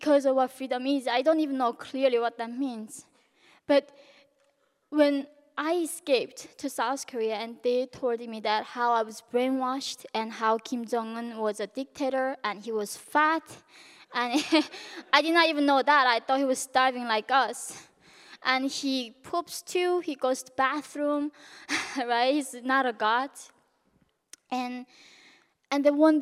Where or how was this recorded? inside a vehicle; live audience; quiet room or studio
live audience